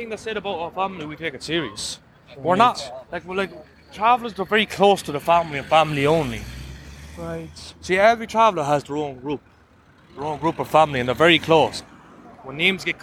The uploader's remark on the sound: From outside Dochas (women's prison) at Mountjoy Dublin.